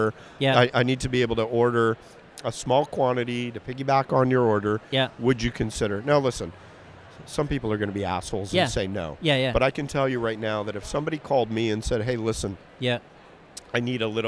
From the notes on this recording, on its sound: LIVE from the CHFA trade show floor. LIVE from the CHFA podcast booth. I would like to thank the whole CHFA team for the opportunity to participate and for providing such an awesome space to chat.